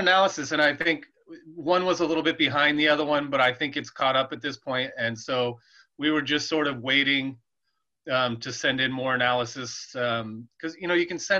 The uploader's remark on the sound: This week we gathered together on Zoom the day before Thanksgiving to answer some listeners’ questions.